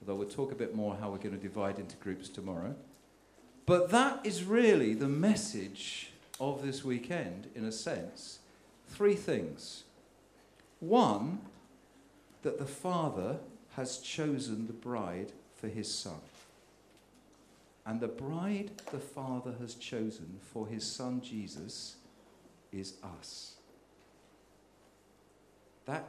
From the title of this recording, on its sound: Sermon at St James Alperton